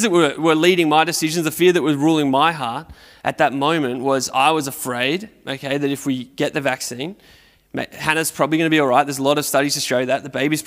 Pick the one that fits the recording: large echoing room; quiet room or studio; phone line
large echoing room